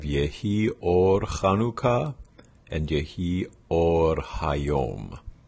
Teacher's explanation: And you can see there's a glottal before the word or both times. The word or should have a little flip at the end as opposed to in Midwestern R.